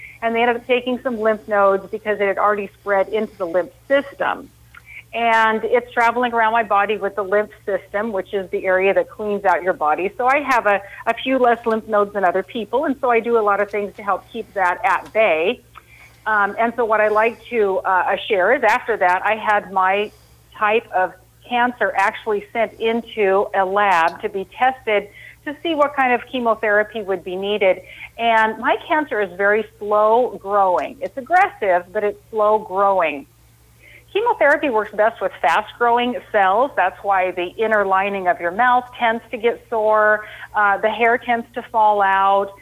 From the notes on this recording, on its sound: are joined on the phone